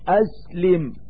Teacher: فعندما يطرق جهاز التكلم باب مخرج السين يجري النفس بعد النطق بالسين جريانا غير منحبس، بمعنى أنه لا يحصل انفجار كما يحصل في التلفظ بحرف · Term: الهمس